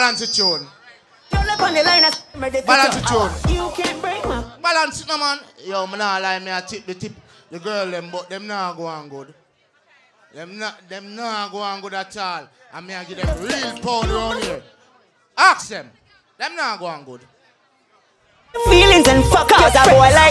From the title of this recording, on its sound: LIVE AT STRIPPER FEST 12TH NOV 2022